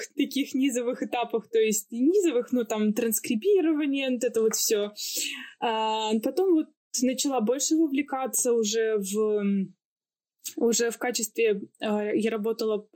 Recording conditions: video call